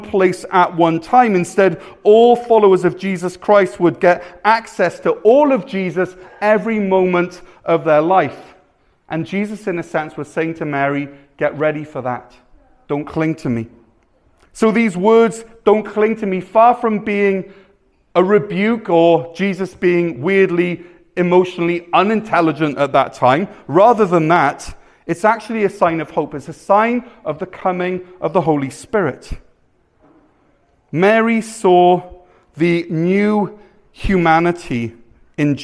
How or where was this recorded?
large echoing room